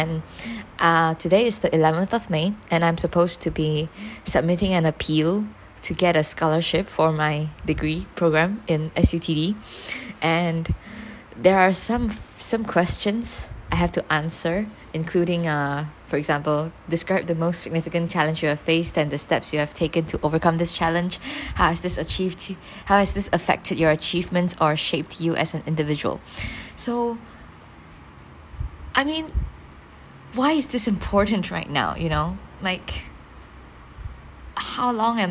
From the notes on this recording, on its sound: Recorded this while I was alone in the dining room. With a stand fan on beside me. I don’t know how much background noise you’re gonna hear cuz I’m not exactly in the best place to record. This is the first episode I’m recording on my new phone!!